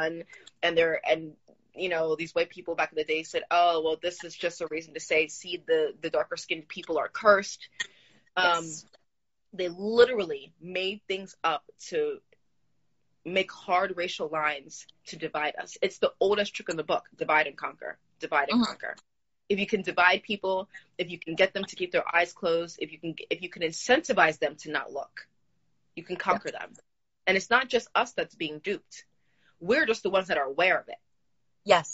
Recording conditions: video call